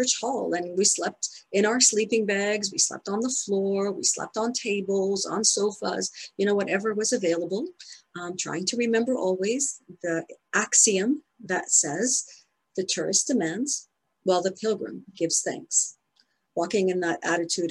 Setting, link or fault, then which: link, video call